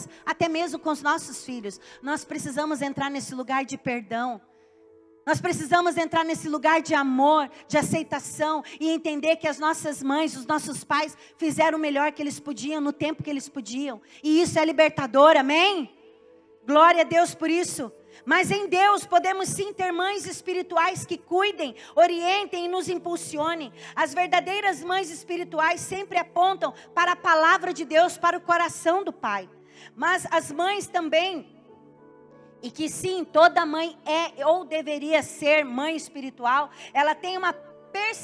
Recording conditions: large echoing room